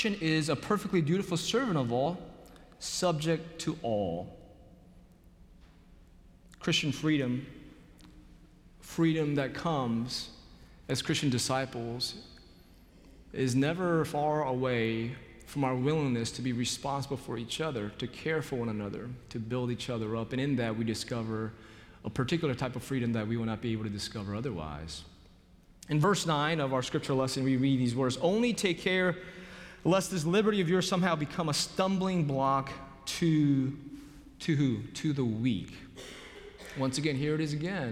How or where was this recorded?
large echoing room